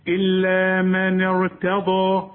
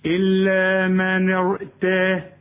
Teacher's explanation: التاء رققها الضاد فخمها · Shown in: first take